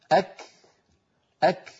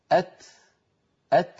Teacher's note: العرب كانت تنطق الكافة في أول نطقها محبوسة الصوت، ثم يفرجون عنها يعني يباعدون طرفي المخرج، فيتدفق شيء من الهواء الذي كان محبوسا خلف المخرج